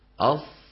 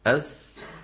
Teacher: الفرق بين الصاد والسين أن الصاد مستعلية مطبقة والسين مستفلة منفتحة، أما صفة الصفير فمشتركة بينهما.